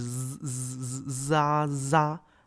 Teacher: 这个 a 前面有一个摩擦的音